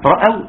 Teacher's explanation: ثم مد طبيعي حركة الألف. رأوا تفخيم الراء لأنها مفتوحة